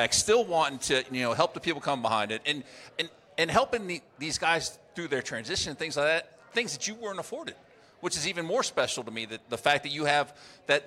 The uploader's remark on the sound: Live from MIC 2023